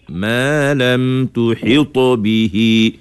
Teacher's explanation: Tuhit kena tebalkan qalqalahnya